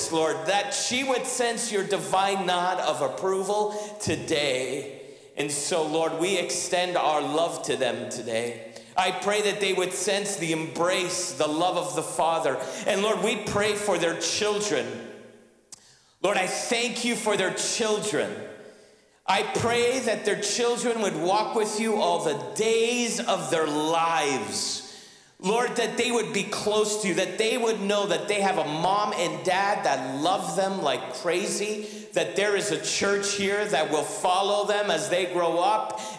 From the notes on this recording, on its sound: Sunday Service live broadcast